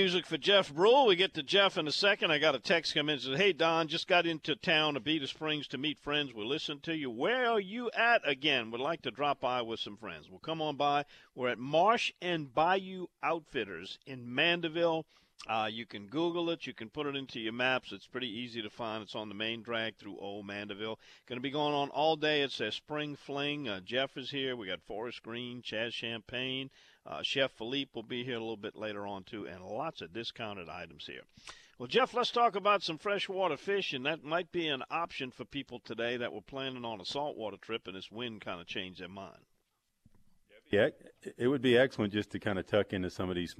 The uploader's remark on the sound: This week, live from Marsh & Bayou in Mandeville.